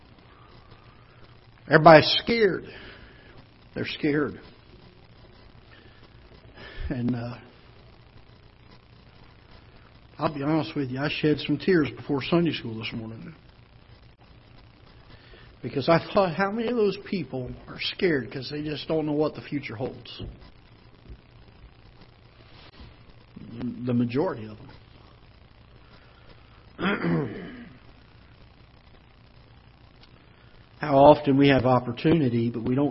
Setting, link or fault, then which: setting, large echoing room